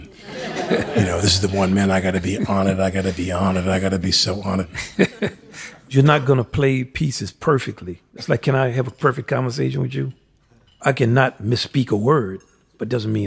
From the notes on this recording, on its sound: In front of a live audience at JALC's Rose Hall.